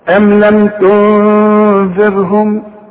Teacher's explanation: تنذرهم، عندي نون بدون تشكيل بعد التاء تون اهي، النون دي مدام بدون تشكيل بتخفى مدام بعدها الذال وتغن